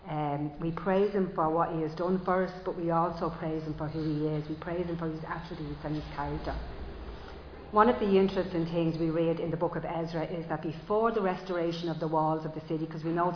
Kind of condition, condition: setting, large echoing room